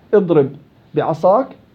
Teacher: ليس لك إلا عمل واحد، ألا وهو الإضغام الباء الأولى في الثاني. اضرب بعصاك فقط، ما نغير حركات، ما نغير حركات ولا إشي، بس عملية إضغام.